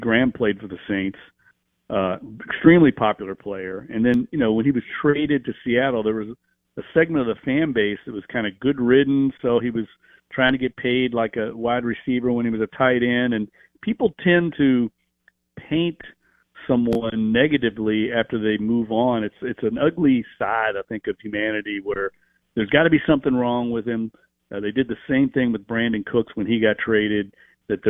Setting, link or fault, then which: link, phone line